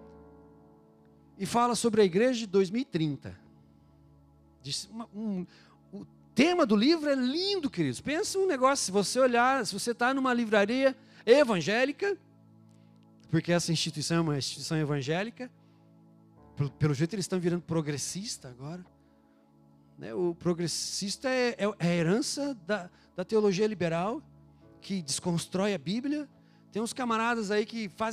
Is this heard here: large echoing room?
yes